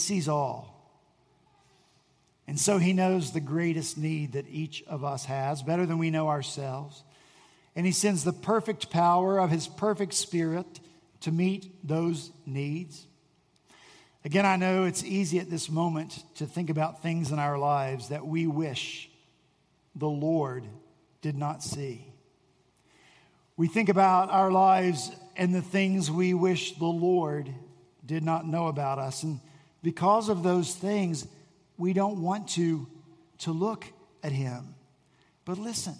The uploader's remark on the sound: At Redeemer Presbyterian Church in Charleston, SC.